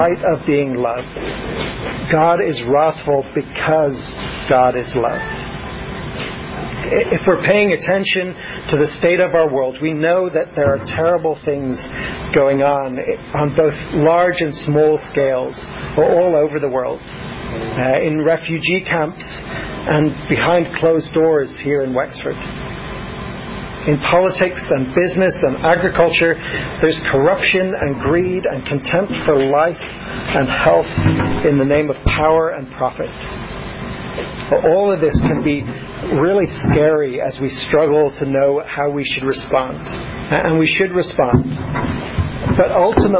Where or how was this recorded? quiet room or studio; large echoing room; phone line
large echoing room